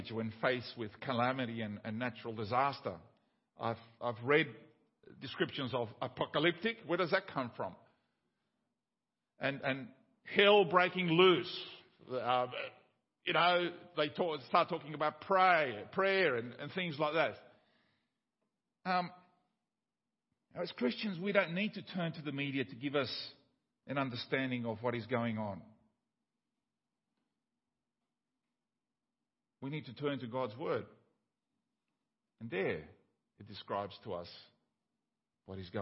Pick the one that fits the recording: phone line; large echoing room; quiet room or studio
large echoing room